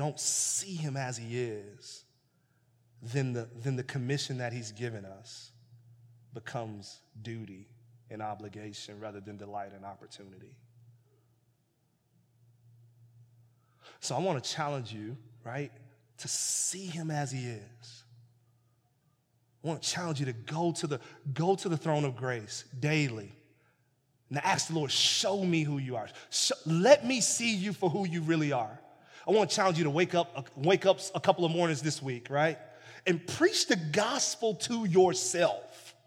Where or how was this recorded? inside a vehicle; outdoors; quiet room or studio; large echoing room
large echoing room